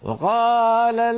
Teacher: يأتي بالواو شبه مختلسة · Term: توهين بعض الحروف